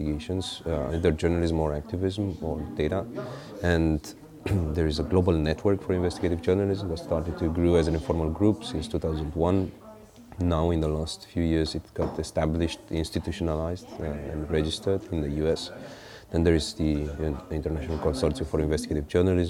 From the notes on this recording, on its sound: This interview was recorded as part of the MONEY MOVES stream of the Berliner Gazette 2016 conference TACIT FUCUTRES, held at the Volksbühne Theatre 27-29 October. This interview was recorded as part of the MONEY MOVES stream of the Berliner Gazette 2016 conference TACIT FUCUTRES, held at the Volksbühne Theatre 27-29 October.